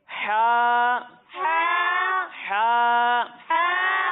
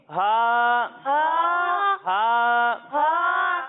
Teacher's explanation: جب ہم ہا کی ادائیگی کریں گے تو اسے ہم حلق کے نچلے حصے سے پڑھیں گے · Shown in: second take